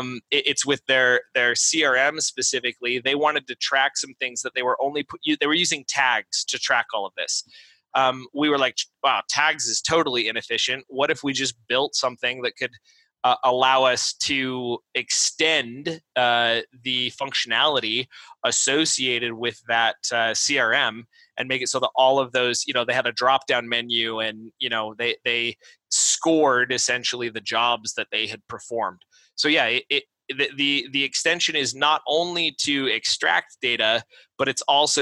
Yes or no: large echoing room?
no